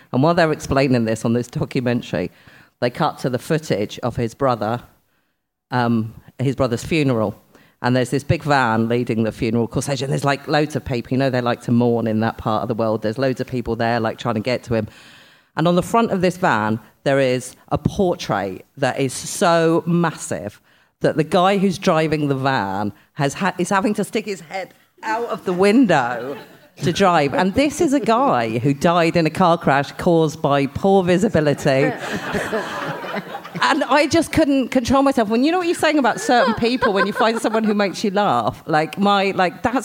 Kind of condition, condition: setting, live audience